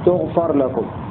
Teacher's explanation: وللشامي أنف أي قرأ ابن عامر الشامي هنا بتاء التأنيث تغفر لكم، بتاء التأنيث المضمومة مع فتح الفاء